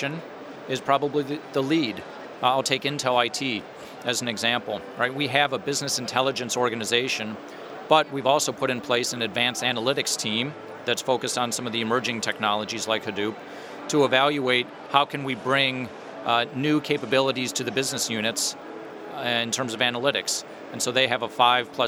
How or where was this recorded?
busy venue